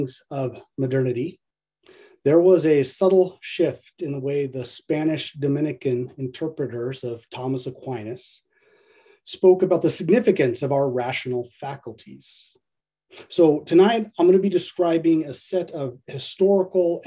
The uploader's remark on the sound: A webinar lecture